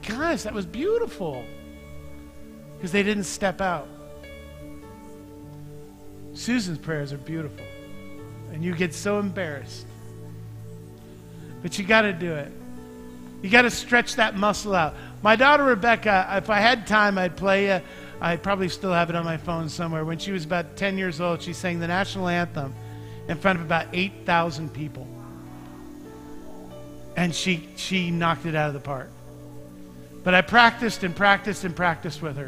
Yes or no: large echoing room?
yes